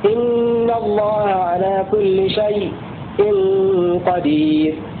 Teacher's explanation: قوله ويسكت في شيء وشيئا أي يسكت خلف، الضمير يعود على خلف، يسكت خلف على الياء الساكنة في لفظ شيء وشيئا وصلا · Term: السكت